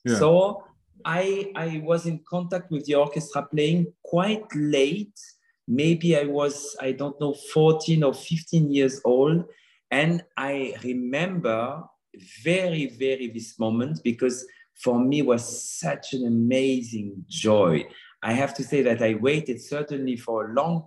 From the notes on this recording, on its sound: This interview was recorded. Via Zoom.